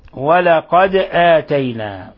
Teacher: دال ساكنة لابد لها من قلقلة لأنها من الحروف الخمسة المقلقلة المجموعة في قطب جد.